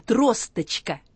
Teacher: Это не «а» и не «о» в конце, а средний звук между «а» и «ы».